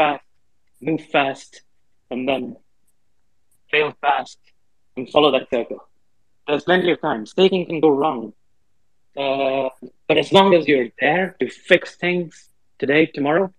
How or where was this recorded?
video call